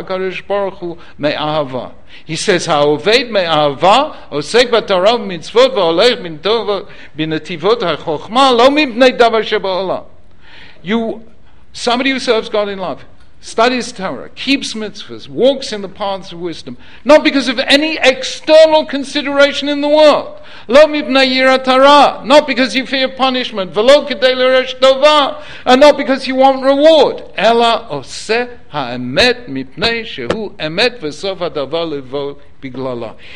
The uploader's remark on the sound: Originally recorded at Yeshiva University on 19th March 2014.